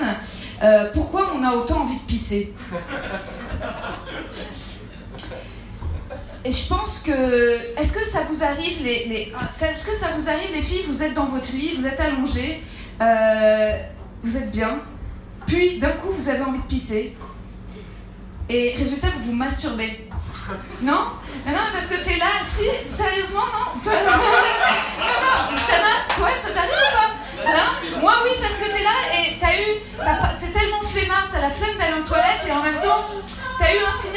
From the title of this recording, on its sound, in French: Open Mic du Jardin Sauvage